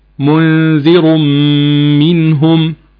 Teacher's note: يبقى منذر منهم تنوين جاء بعده حرف الميم وهي من حروف الادغام. حكم التنوين ادغام بغنة مقدارها حركتين